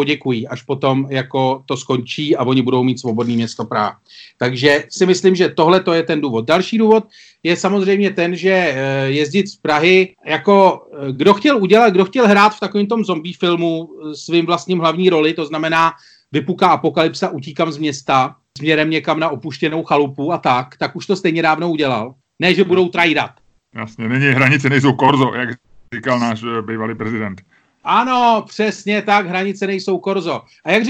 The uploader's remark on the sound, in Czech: Takže zbývá doplnit, že i tento podcast jsme natočili přes Skype.